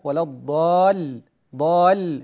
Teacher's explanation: رقق اللام في الضالين الأولى والثانية